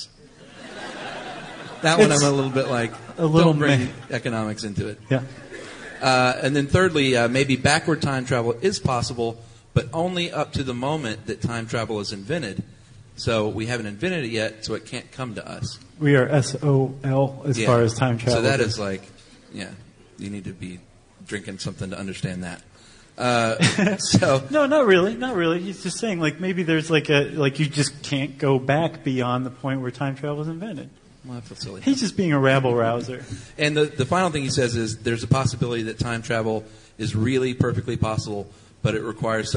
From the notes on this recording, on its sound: Live at SD Comic-Con. Along with a live audience at the 2012 Comic-Con.